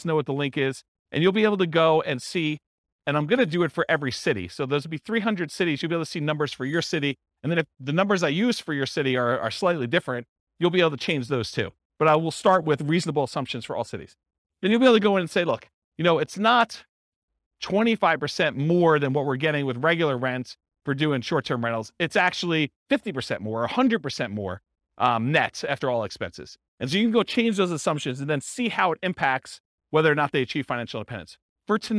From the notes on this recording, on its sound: This was a live class recorded